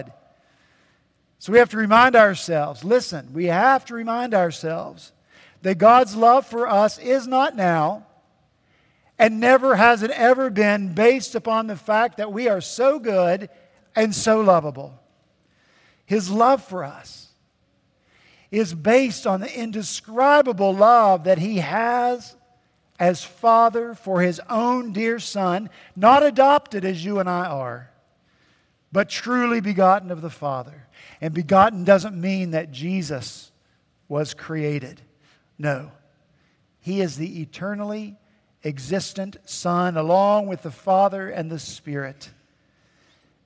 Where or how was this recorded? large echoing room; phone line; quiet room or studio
large echoing room